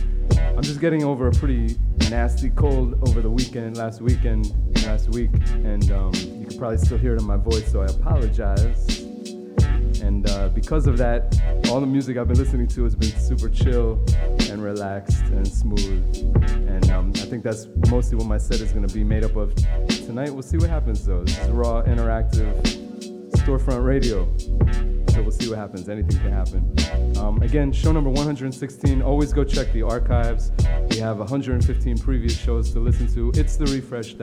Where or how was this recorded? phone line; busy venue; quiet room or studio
busy venue